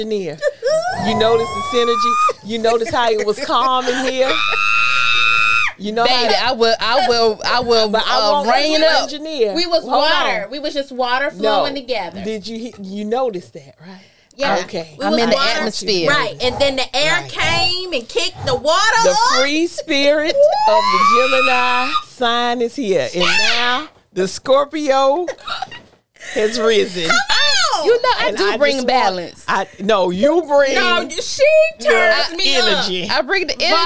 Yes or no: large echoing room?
no